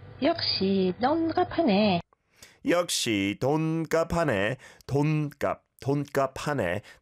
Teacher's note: That's said at the same length for each syllable